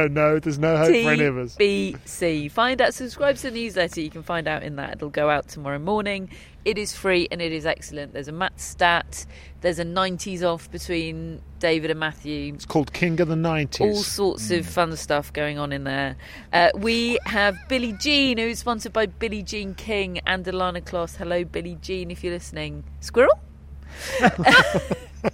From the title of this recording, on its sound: Live from Wimbledon Day 3